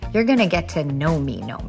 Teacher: She's doing this thing as well where she tails off at the end and she goes, she starts off clear, but then it goes there. And she loses her air and goes into a pulse register because she's slowing down the vibrations of her vocal fold